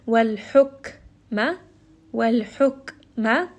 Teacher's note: Wal-hukma, lam has tawassut. Kaf is going to also have a hams, meaning that there's going to be a little bit of air